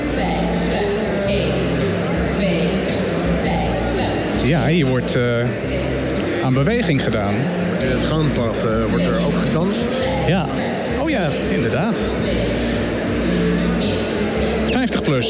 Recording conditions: busy venue